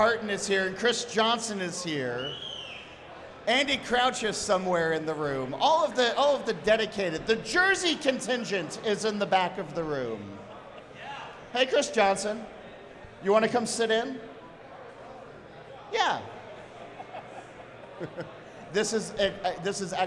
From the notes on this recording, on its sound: Recorded at Barrique Brewing and Blending in Nashville, Tennessee before a live and enthusiastic audience. Recorded at Barrique Brewing and Blending in Nashville, Tennessee before a live and enthusiastic audience.